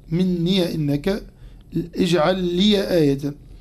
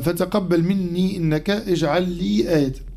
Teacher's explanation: وأما كلمة مني من قوله تعالى فتقبل مني إنك، وكلمة لي من قوله تعالى اجعل لي آية، فروى الإمامان نافع وأبو عمرو فتح الياء في الكلمتين